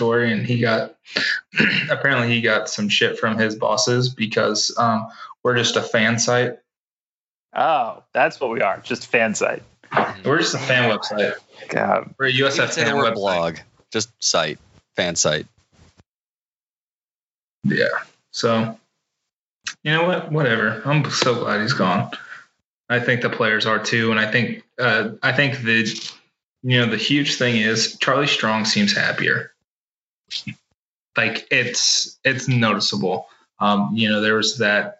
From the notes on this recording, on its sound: via Skype